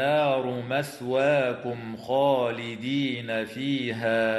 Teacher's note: والميم الساكنة في قوله تعالى مثواكم خالدين حكمها الإظهار الشفوي عند الخاء